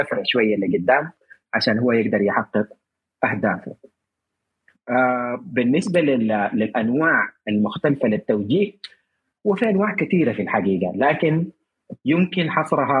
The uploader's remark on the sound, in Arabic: تسجيل لمساحة ابن رشد الأسبوعية على منصة تويتر